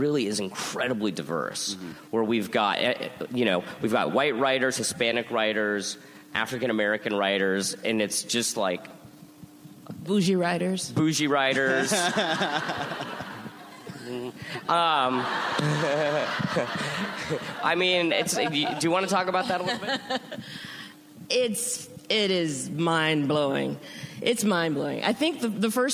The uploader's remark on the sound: Recorded at ATX Television Fest in June 2015.